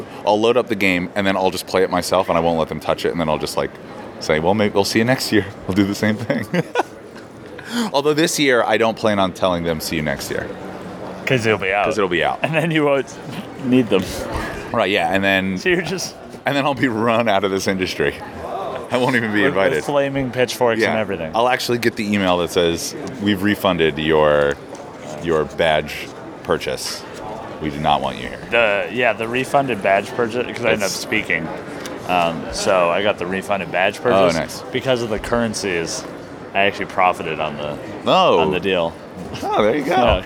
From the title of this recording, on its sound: at Game Developers Conference 2016